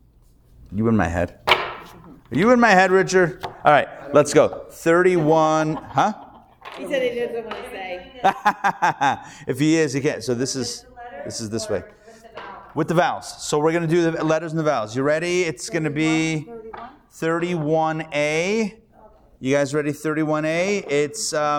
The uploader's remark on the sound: Recorded Live at The Torah Center ATL.